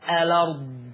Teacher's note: هنحذف الهمزة، هنشيلها، واخد الفتحة اللي فوق الهمزة حطها على اللام · Term: النقل